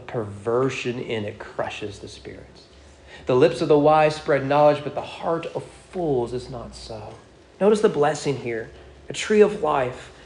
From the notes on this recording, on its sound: Sermon preached at East Frankfort Baptist Church on June 26, 2022.